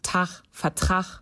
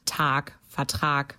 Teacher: CH statt G und K im In- und Auslaut · Shown in: first take